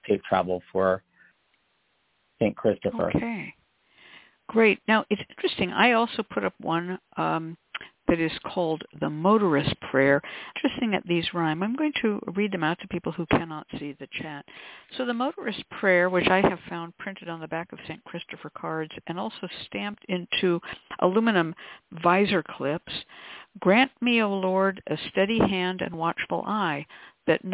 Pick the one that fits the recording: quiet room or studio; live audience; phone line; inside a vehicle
phone line